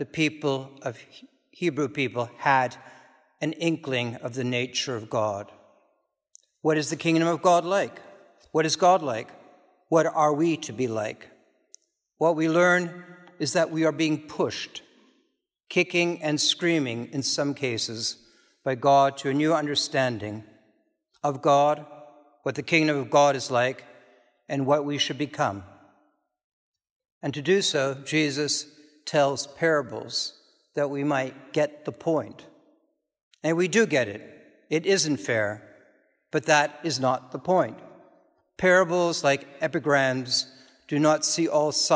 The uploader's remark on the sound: This is a recording from the service of Holy Communion according to the Book of Common Prayer (1662). Unfortunately, the full service was not recorded. This is a recording of the sermon only.